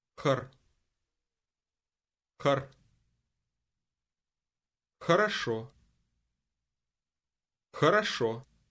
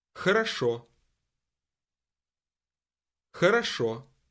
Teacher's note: This word begins with another sound that doesn't exist in English. It's something like the letter H, but it's pronounced with a lot of breath.